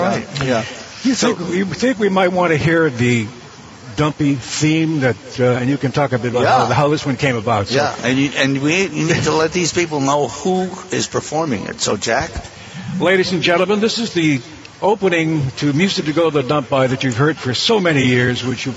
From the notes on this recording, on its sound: We're coming from you live on Stowe Street to celebrate our 90th anniversary!